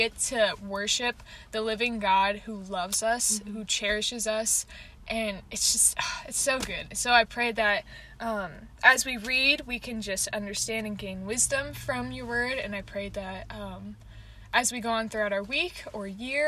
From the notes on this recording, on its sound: Convos in the Car